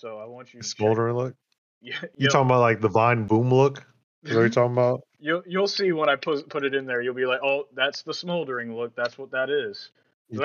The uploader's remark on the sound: Their recording equipment is subpar in this episode, but the vibes are just right.